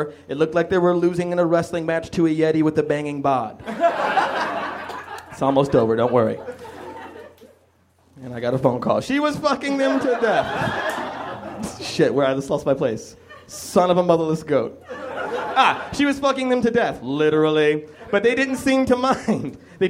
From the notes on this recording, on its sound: Recorded at the Nerdmelt Theater.